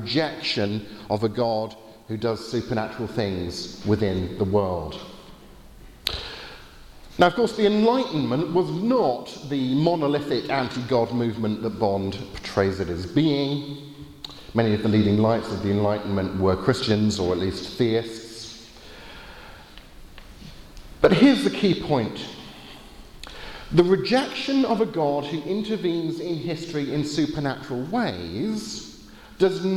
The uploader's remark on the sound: Lecture with Q&A from the Veritas Conference in Norway